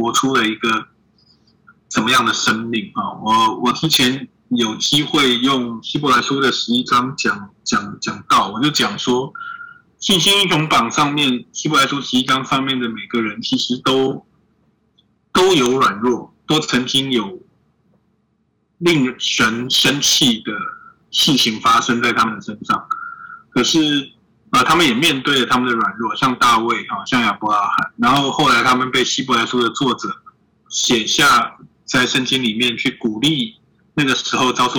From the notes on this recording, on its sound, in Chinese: 建議音量調小一點，距離喇叭遠一點QQ。因為音質很可怕。趕鴨子上架，聲音聽起來很崩潰。這回真的是我們半夜才能用Zoom收音，。很臨時性，無法進錄音室。